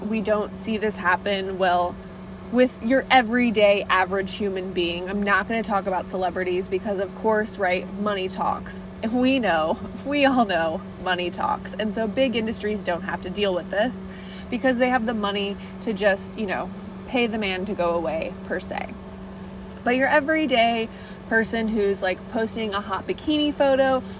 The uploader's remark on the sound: I’ll record an impromptu episode about the thought’s brewing in my head while I drive.